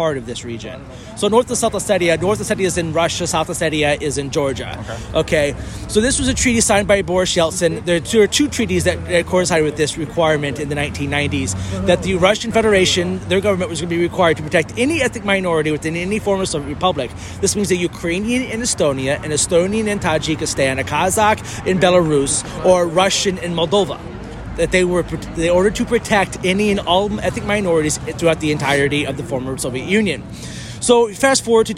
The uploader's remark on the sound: were on the ground at the rally and had some good conversations with people outside the theater